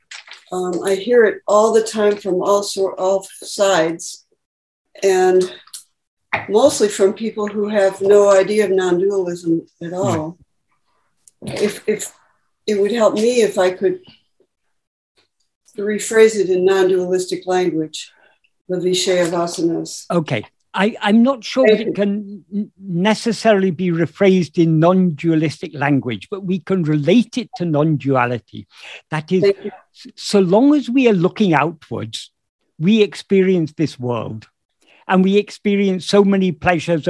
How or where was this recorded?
video call